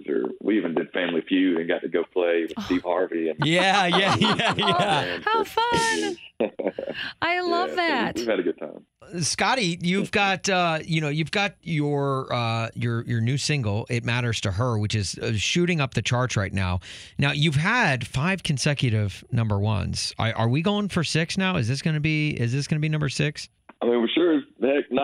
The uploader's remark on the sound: Called.